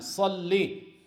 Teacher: However, one needs to make sure when saying Allahumma salli ala Muhammad not to prolong the lam when saying salli